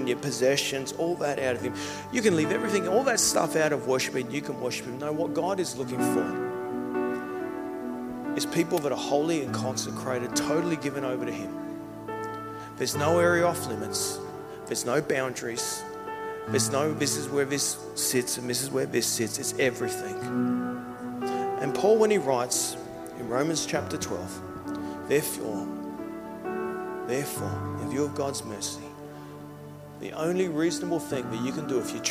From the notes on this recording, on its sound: Service recorded Live at Victory Church in Bendigo.